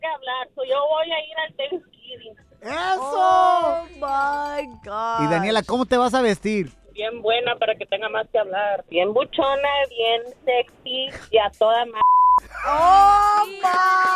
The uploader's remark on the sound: We also opened up the phone lines after our listener reached out for advice.